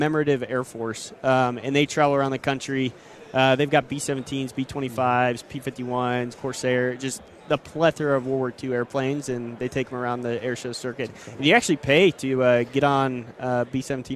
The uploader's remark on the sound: live from Super Bowl Radio Row